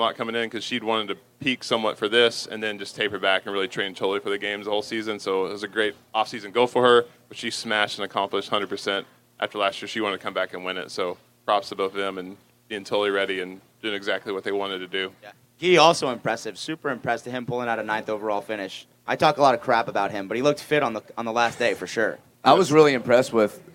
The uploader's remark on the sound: TYR Wodaplooza Gameday // Saturday // Shut Up & Scribble LIVE From MIAMI